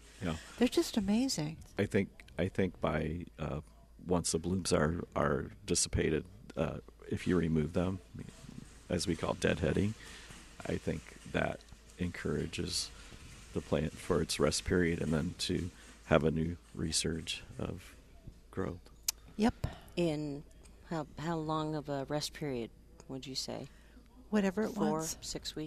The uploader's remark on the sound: Plant Experts Live at Prairie Gardens